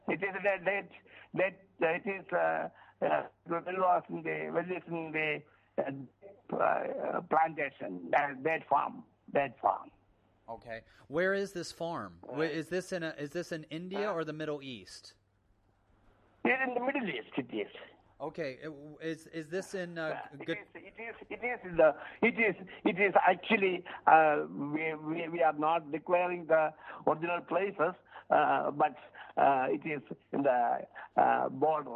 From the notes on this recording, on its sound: on the phone